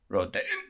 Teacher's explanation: Very important to put that accent on that last syllable.